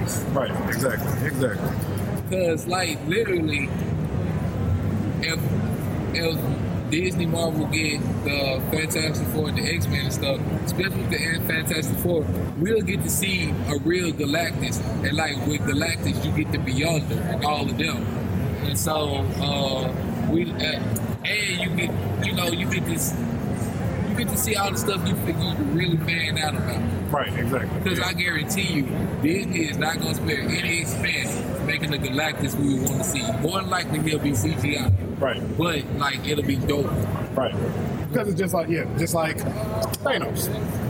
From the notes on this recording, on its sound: LIVE from Comicpalooza 2018.